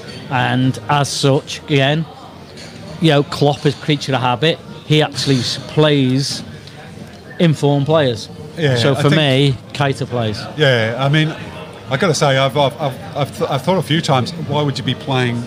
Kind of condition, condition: setting, busy venue